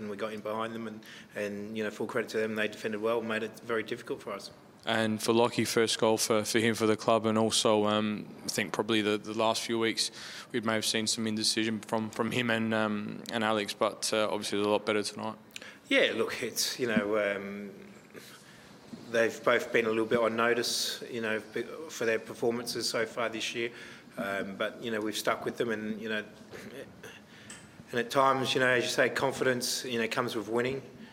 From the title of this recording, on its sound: post-match press conference